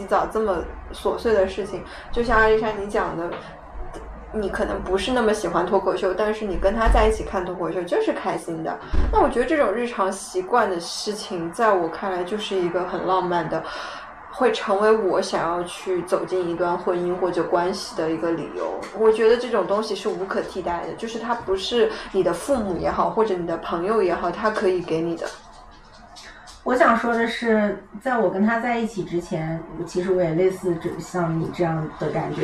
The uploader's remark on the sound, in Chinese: 本期录制现场有一只异常活跃的柴，所以你会听到它的脚步声。